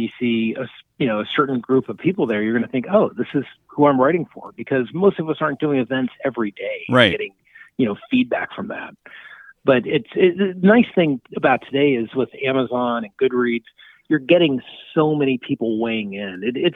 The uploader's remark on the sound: called in for a lively chat